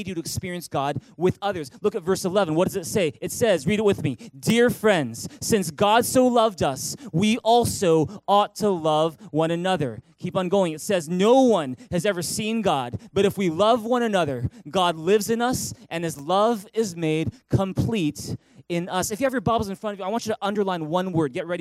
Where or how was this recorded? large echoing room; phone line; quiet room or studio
large echoing room